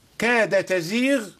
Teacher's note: فأدغم الدال في التاء ومد المد الطويل